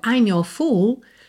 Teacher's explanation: muitas vezes esse R não é bem enrolado por uma questão seja de dinâmica no canto, porque quando eu digo I'm your fool, soa mais ligadinho do que I'm your fool.